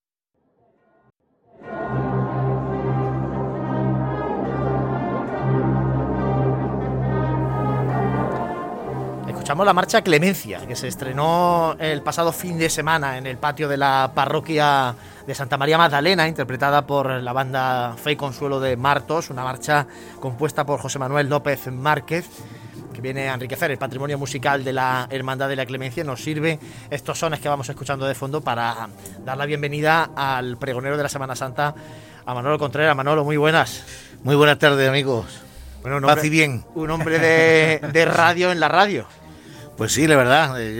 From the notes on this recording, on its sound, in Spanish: Nos visita en los estudios de Radio Jaén - Cadena SER. Nos trasladamos en directo a la Casa de Hermandad de la Estrella donde se está celebrando el reparto de túnicas y papeletas de sitio.